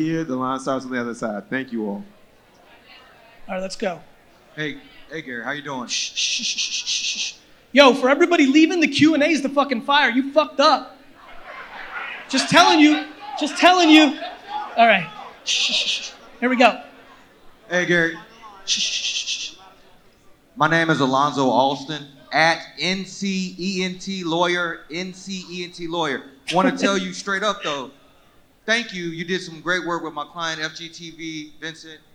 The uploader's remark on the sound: This episode is from a keynote I gave at the 2019 A3C Festival in Atlanta, Georgia.